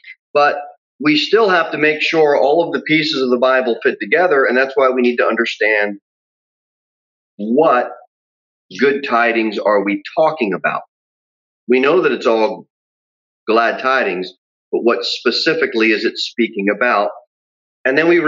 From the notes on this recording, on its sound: Sermon delivered at Pilgrim Baptist Church on Thursday, April 8, 2021, at 6:15 pm. Jere Whitson Rd.